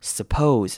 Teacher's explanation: 前面第一个音节 su，我们可能会念成轻声